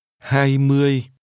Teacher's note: 20 has two mid-level tones.